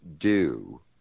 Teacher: the fronting of vowels, the oo vowels, so that in the word do, the vowel becomes more do, said at the front of the mouth.